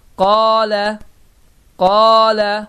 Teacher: Yəni bu zaman həmin bu ə saiti iki hərəkə miqdarında uzacaq · Term: məd